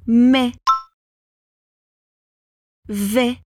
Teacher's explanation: o mais e o vé têm os dois esse som mais aberto